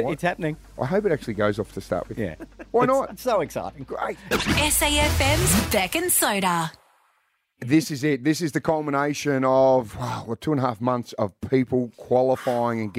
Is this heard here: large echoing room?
no